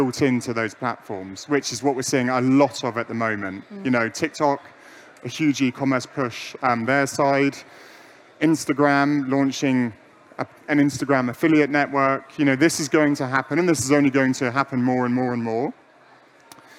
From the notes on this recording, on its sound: LIVE from the Tipser pyramid stage at PI LIVE London 2021